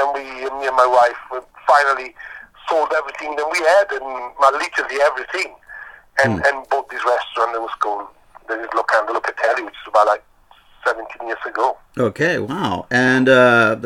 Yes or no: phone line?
yes